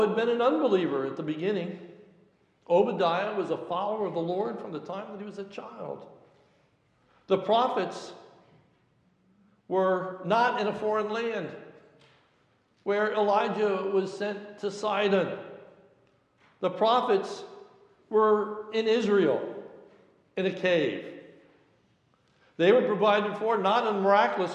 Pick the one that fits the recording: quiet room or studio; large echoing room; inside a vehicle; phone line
large echoing room